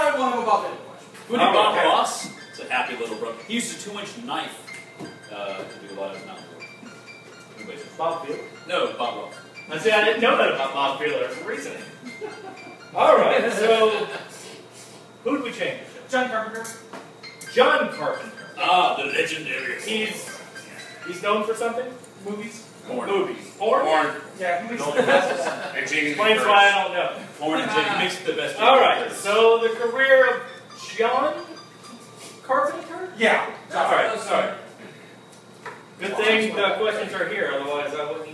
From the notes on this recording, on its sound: LIVE Mopcast Networks 2nd Birthday Bash! Record at Industry in Mobile, Alabama.